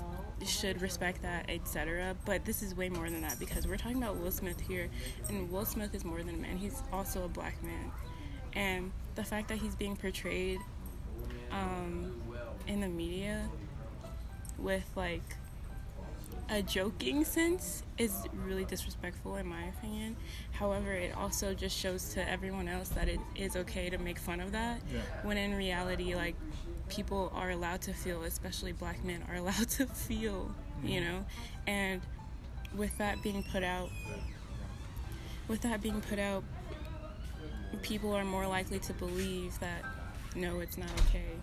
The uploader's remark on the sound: A raw exploration into a live outdoor conversation at a local coffee shop.